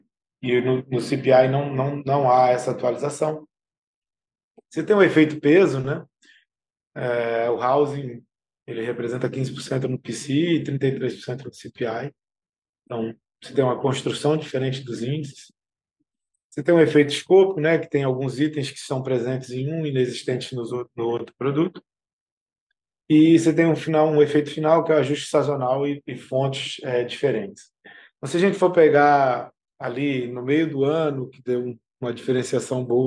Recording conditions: video call